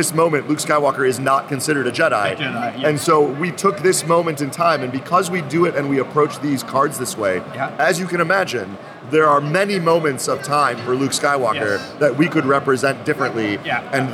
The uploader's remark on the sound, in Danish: Interviewet er optaget på Spiel 2023